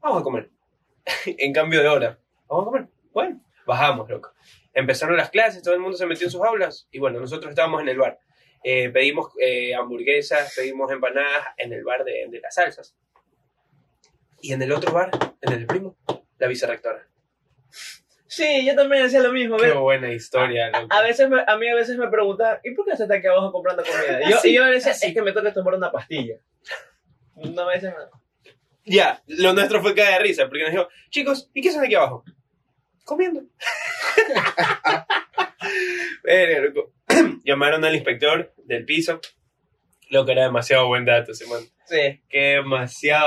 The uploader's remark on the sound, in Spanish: Sorry la calidad del audio no somos ingenieros en sonido, somos unos pendejos xd.